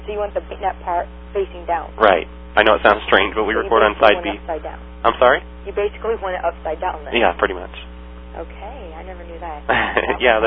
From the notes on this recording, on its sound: RBCP's Personal Prank Phone Calls Collection